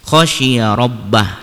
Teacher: ro yang dibaca tebal atau ro tafhim karena ro-nya berharokat fathah